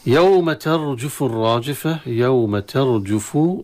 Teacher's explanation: هنا عندنا حكم التجويد في ترجف بتفخيم الراء قبل فتحة. الراجفة لام التعريف في الراء تدغم، والراء مفخمة مع الألف التي بعدها.